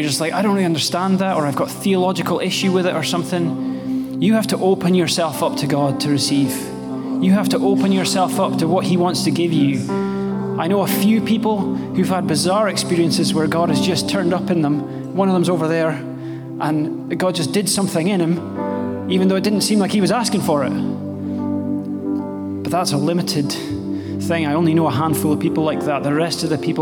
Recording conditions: live audience